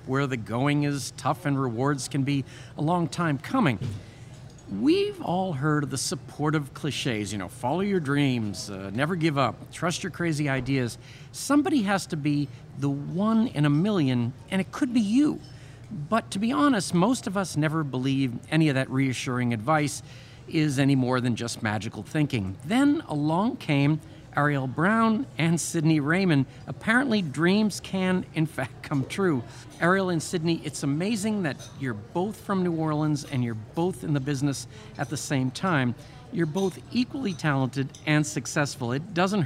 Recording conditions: busy venue